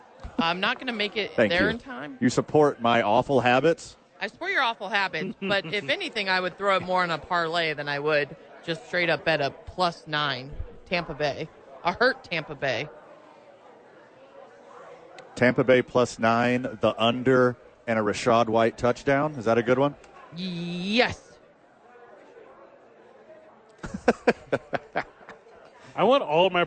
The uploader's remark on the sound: live from Sadies at 4th Street for TNF